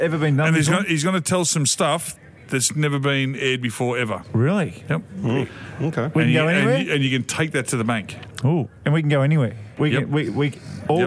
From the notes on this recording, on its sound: Live from the Railway Hotel today. The Railway Hotel is near a railway line.